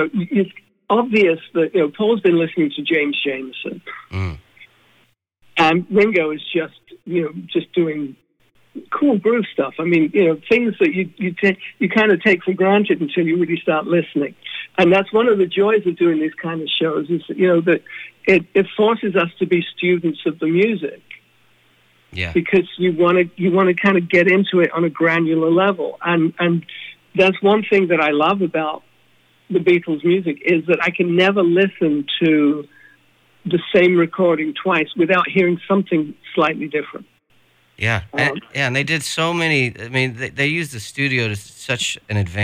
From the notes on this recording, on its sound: chats on the phone